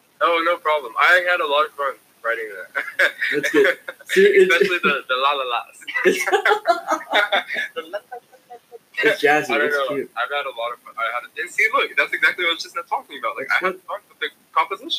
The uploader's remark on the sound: The (first) Social Distancing Episode. Apologies for the shoddy audio!